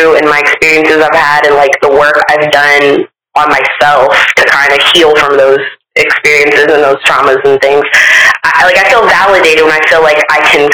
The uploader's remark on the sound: This interview is the first phone interview on Live From The Backseat, and we apologize for the audio quality in advance as we work to increase our production quality.